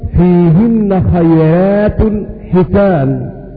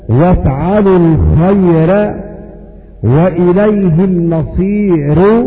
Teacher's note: فهذه الراءات كلها مرققة عند ورش لأن قبلها كسرة أو ياء ساكنة في كلمتها، والراء عندئذ مفتوحة أو مضمومة.